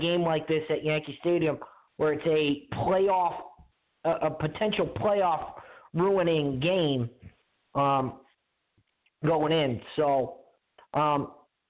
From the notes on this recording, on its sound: your phone calls